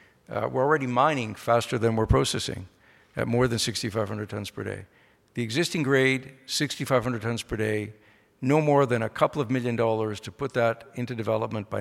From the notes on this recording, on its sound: The discussion was recorded live at The Northern Miner‘s Canadian Mining Symposium held at Canada House in London, U.K., on May 22, 2019.